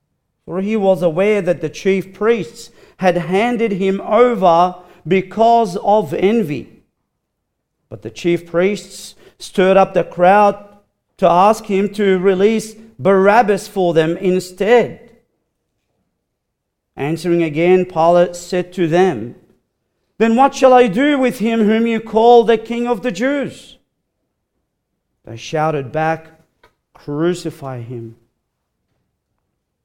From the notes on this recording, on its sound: recorded live at Grace Community Bible Church